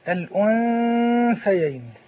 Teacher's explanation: وأنا ليه تعليقنا يعني الغنة فخمت الغنة صفة والصفة تتبع الموصوف الموصوف هنا مرقق إذن الغنة ترقق